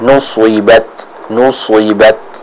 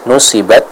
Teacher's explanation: Ya, karena sifat yang dimiliki oleh huruf swad ini mendorong ia, ya, mendorong huruf swad ini agar terbaca dengan tebal · Shown in: first take